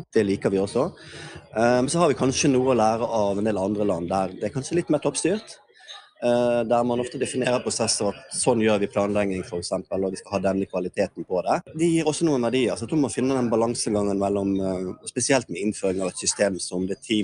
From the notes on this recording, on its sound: A glimpse of the world's largest tradeshow on education technology. Recorded at the tradeshow last year.